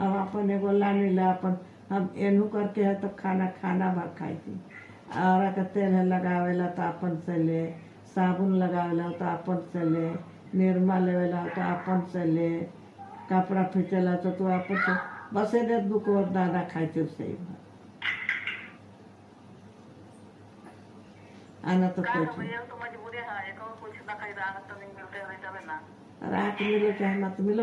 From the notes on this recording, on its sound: When two ladies talk to each other via phone call.